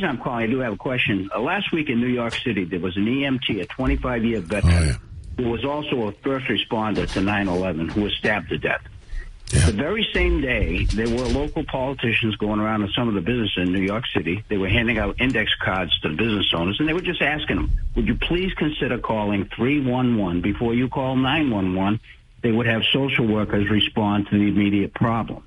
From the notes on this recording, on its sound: takes calls from the audience